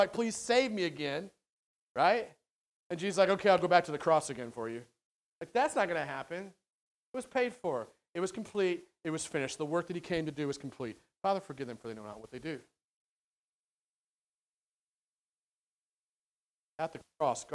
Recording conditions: large echoing room